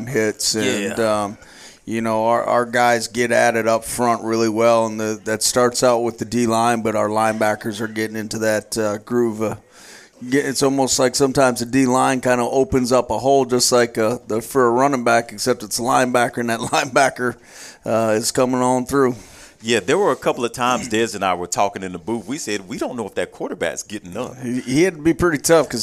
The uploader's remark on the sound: Live from Monte De Rei Mexican Restaurant every Tues night 730pm in season.